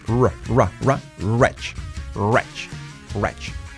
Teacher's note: La R, que hace un efecto U, que hemos dicho antes, wretch, wretch, wretch.